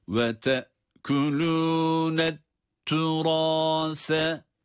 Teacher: Et-turâs kelimesinde sa harfi peltek okunmakta.